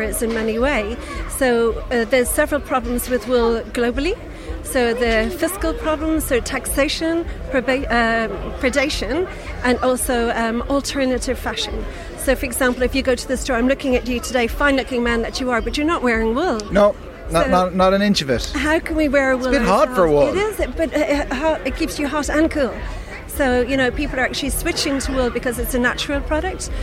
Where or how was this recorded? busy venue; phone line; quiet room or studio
busy venue